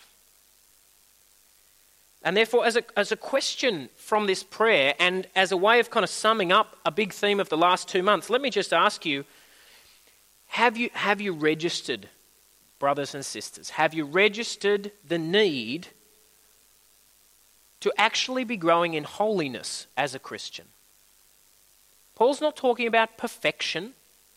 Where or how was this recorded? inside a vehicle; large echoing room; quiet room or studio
large echoing room